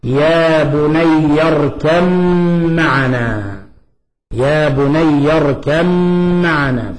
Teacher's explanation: الباء أدغمت في الميم فصار عندنا إدغام متجانسين · Term: إدغام المتجانسين